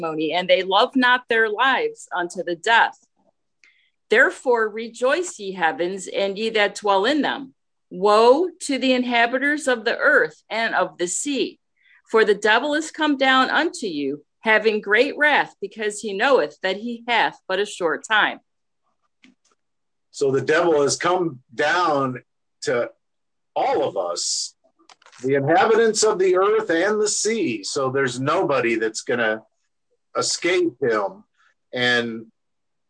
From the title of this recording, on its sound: Oceanside Zoom Class